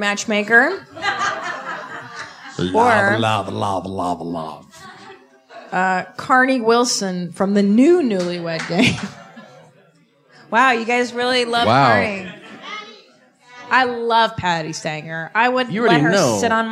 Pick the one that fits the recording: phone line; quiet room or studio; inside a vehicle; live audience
live audience